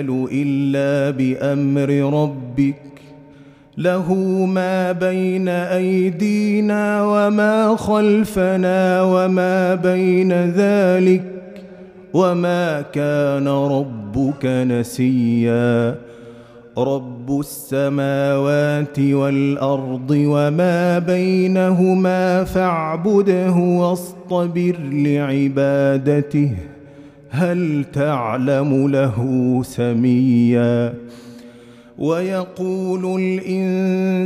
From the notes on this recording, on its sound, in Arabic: مسجل من صلاة التراويح بمسجد السلام بحي مشرفة بجدة.